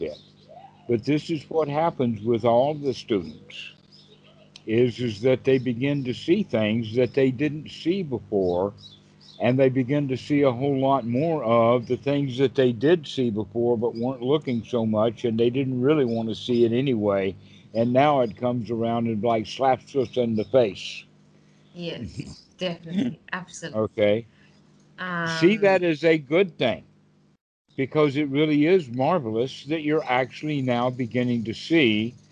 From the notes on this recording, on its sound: skype calls on this channel